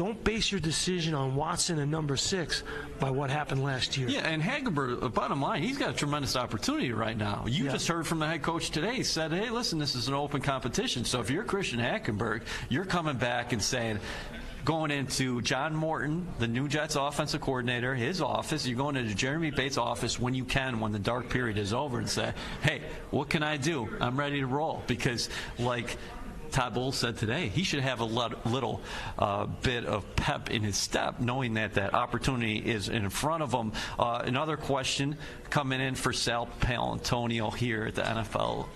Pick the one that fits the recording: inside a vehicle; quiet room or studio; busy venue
busy venue